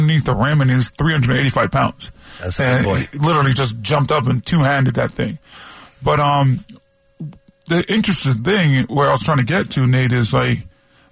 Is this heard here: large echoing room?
no